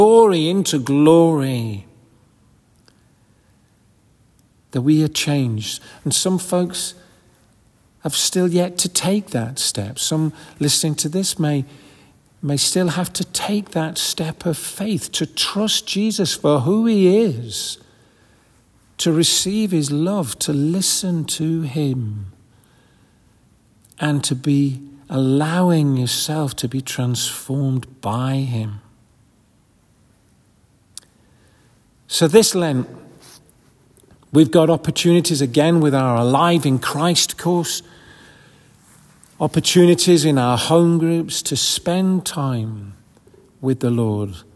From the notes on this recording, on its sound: This audio recording was taken at the 10:30 Communion Service, on February 11th 2024 in St Margaret's Church, Hawes. This audio recording was taken at the 10:30 Communion Service, on February 11th 2024 in St Margaret's Church, Hawes.